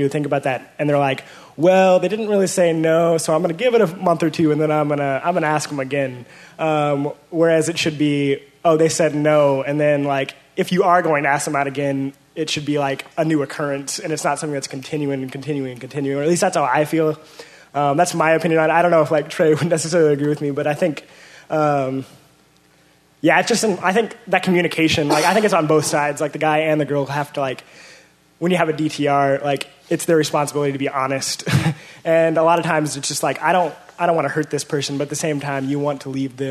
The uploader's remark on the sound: Panel Discussion and Q&A